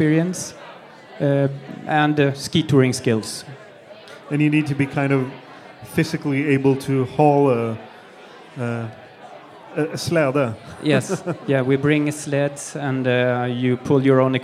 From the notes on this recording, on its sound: I was asked to record a live podcast when they arranged their ”End of the Year Party” for their employees in Sweden. The ones that showed an extra interest in winter, skiing and mountains ended up at a after ski themed dinner party where I did a short live podcast to entertain them between courses.